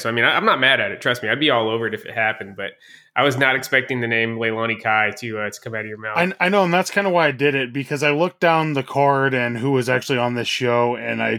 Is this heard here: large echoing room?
no